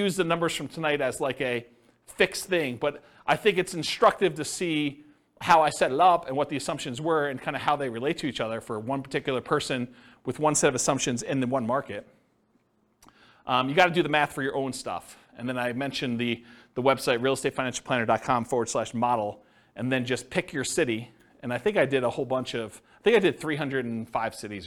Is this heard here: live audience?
yes